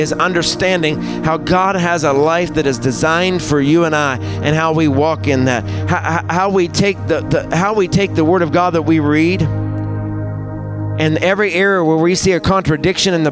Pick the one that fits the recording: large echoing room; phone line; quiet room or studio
large echoing room